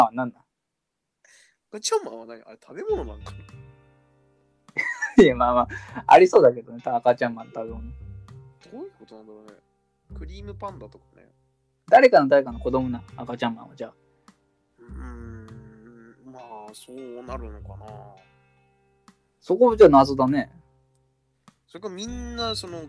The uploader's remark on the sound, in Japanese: １年前なんで１５分のものを２つ 音質が悪かったので編集という手段で少し頑張りました。